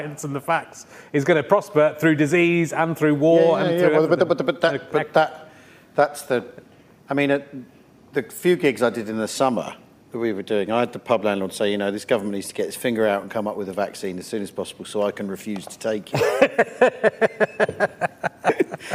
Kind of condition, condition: setting, busy venue